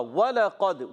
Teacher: قاف موٹا ادا کریں گے کیونکہ قاف موٹے حروف میں سے حروف مستعلیہ میں سے ہیں